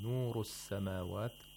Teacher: We have Ra with Tafkhim, نور السماوات. The Ra has a Dhamma. Due to the Dhamma that it has, we have to pronounce it with thickness.